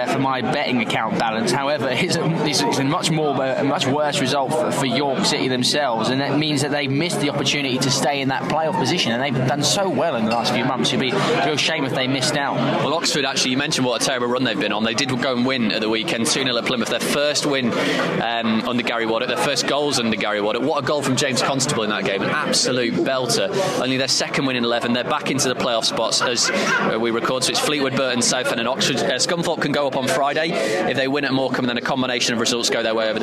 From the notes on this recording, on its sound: Live from The Valley. The boys also speak to Barnsley fans outside.